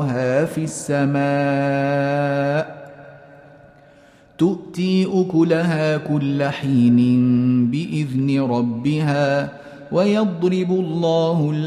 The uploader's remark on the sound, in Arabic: مسجل من صلاة التراويح بمسجد السلام بحي مشرفة بجدة.